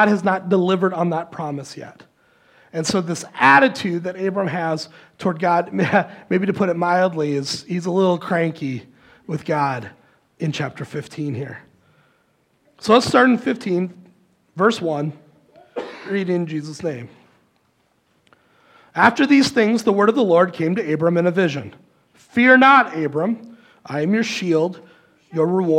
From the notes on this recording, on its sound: Recorded live at Word of Life Church in Le Sueur, Minnesota, on February 4, 2024. Powered by Restream.